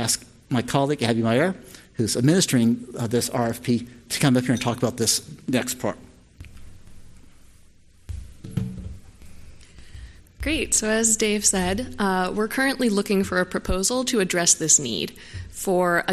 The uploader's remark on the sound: This discussion was presented at the inaugural Drug Delivery West conference in 2018.